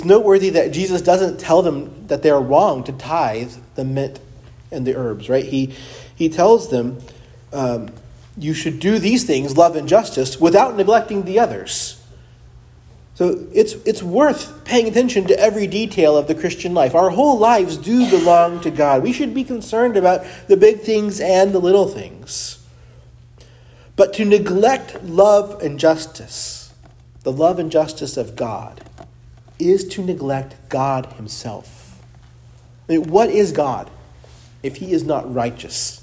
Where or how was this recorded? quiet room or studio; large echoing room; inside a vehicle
large echoing room